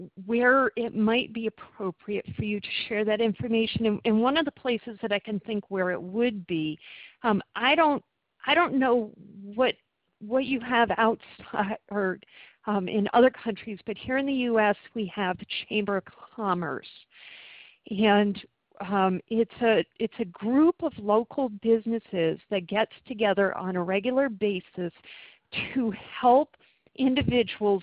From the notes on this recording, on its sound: Since the video recording system was having so many problems, we switched to telephone conferencing for the last two webinar sessions.